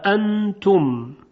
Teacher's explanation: به عبارت دیگه یعنی تلفظ کردن همزه از مخرج خودش با رعایت تمام صفاتش، مثل صفت شدت، مثل صفت جهر و اون نبری که در همزه وجود داره، یعنی قوت. نبر به معنای قوت صوته و چون همزه حرفی است قوی دارای نبر است. مثلا وقتی میگوییم انتم، ببینید ا دو همزه هست، خیلی قوی تلفظ میشه. · Term: تحقیق همزه